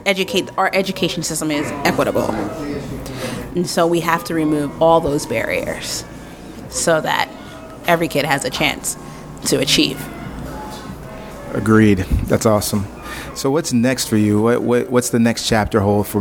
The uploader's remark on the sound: Live on location at Harold's Coffee.